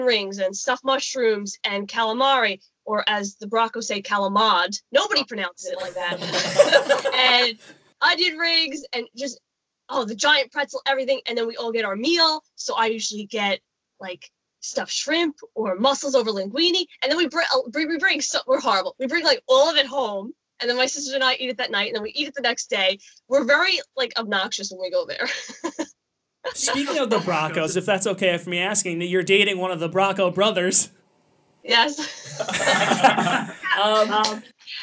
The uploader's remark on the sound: via Skype